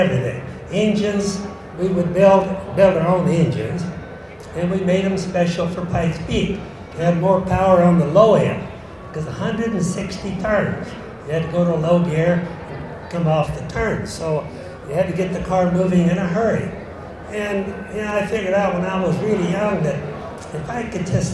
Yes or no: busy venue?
yes